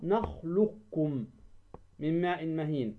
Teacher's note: ذهبت القاف، وبقيت طبعا صفة القاف · Term: أدغم القاف في الكاف